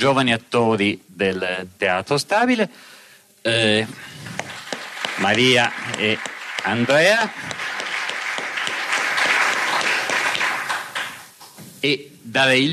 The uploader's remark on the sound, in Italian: RiStory, Rivalta di Torino 2019. Dal RiStory Festival 2019 (Rivalta di Torino).